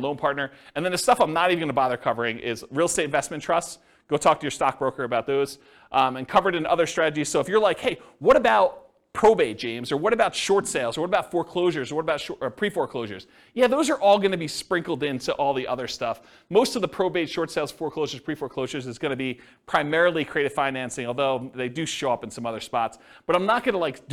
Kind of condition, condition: setting, live audience